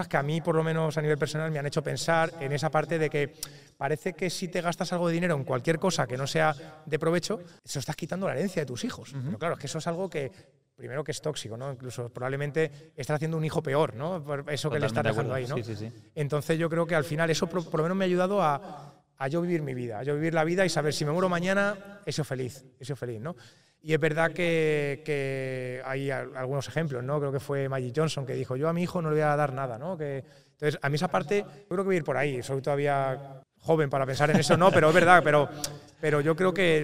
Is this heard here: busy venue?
yes